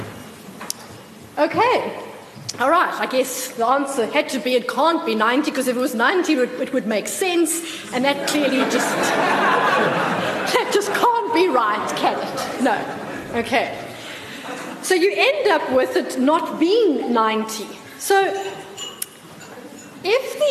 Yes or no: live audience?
yes